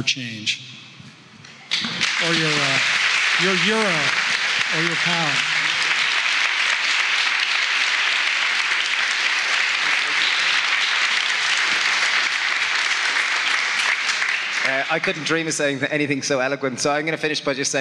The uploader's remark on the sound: Dublin Live. This episode features the audio from a live event I hosted this past summer at Smock Alley Theatre in Dublin. Opens up to audience Q&A on everything from healthy eating habits to how best to catalyze change in others.